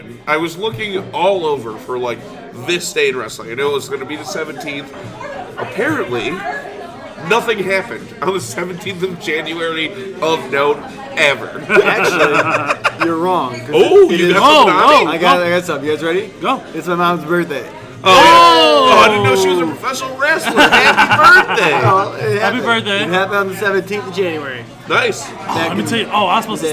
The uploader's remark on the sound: Live at Porch Willoughby 37638 Vine St, Willoughby, OH 44094.